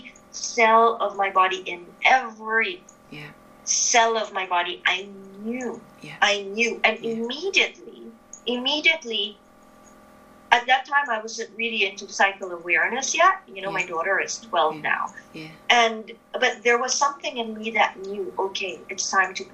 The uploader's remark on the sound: A lot of interesting perspectives show up in this conversation which was recorded online.